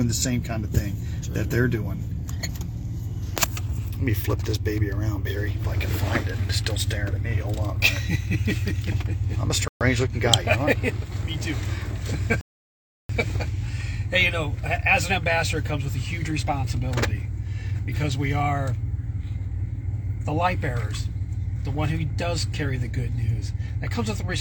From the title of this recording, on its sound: Brown Bag In The Van